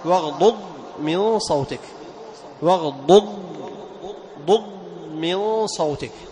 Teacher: فتحافظ على أو تظهر استطالة الضاد الثانية